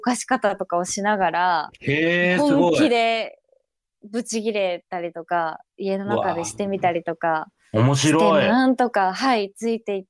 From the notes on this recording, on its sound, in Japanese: 今週もリモート収録でお送りしております